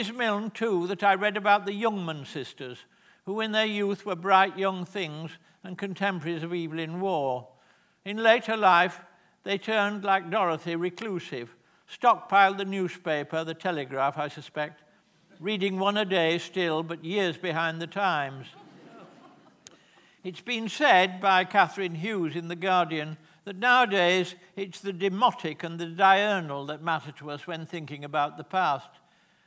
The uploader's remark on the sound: This is a recording of a live Platform event from November 2012.